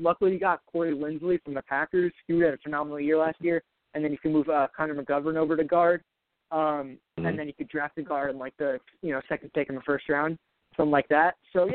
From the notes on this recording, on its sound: I also take live callers!